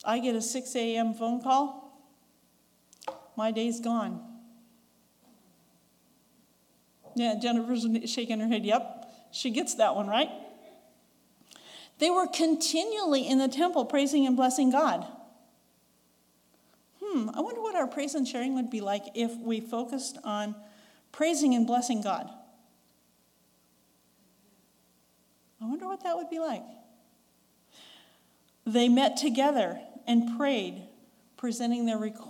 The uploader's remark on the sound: recorded on June 4, 2022, at Ringgold Seventh-day Adventist Church